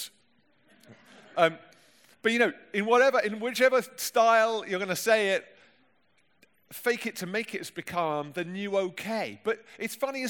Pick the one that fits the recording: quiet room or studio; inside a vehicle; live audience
live audience